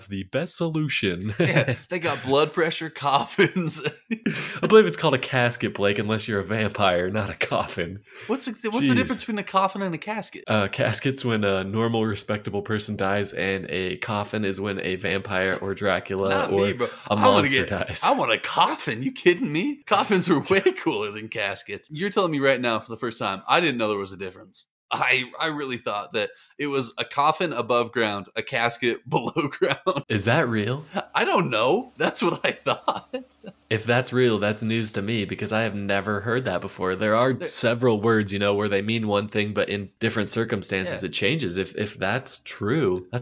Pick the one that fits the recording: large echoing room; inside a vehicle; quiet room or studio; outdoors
quiet room or studio